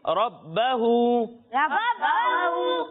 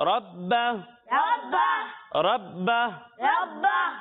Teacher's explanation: تو یہاں پر ہم جب وقف کریں گے تو ہا کو ساکن کر دیں گے · Shown in: second take